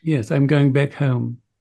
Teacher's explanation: Her ah sound, as in the word back or hat, tilts backward toward an eh.